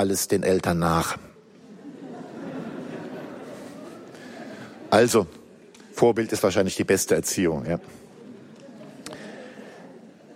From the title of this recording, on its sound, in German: Kongress Aschaffenburg - Vortrag